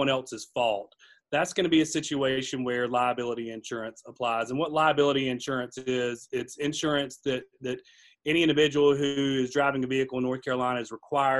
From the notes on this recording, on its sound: This episode was originally recorded as a Virtual Seminar.